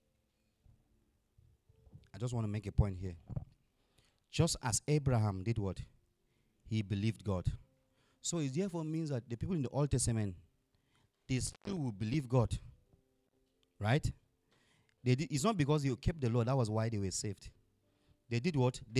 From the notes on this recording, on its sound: Audio recording of the sermon on Sunday 13, March 2022